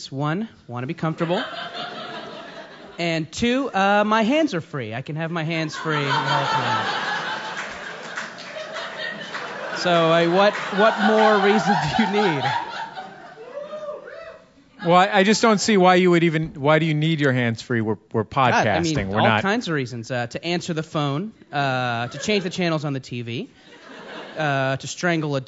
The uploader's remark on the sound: Recorded Live with the Monsters of Podcasting at SF Sketchfest.